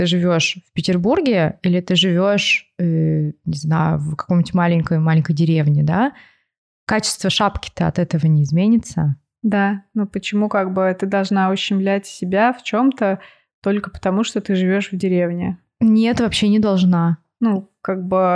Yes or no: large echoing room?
no